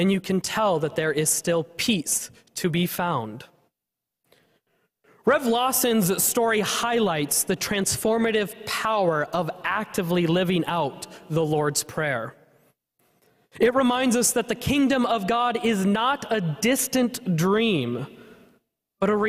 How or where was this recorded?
large echoing room